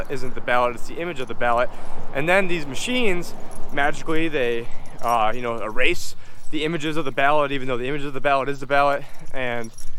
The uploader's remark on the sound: on this walk and talk